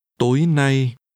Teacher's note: This is pronounced with a high rising tối and a mid-level tone.